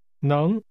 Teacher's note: This is pronounced with a rising tone.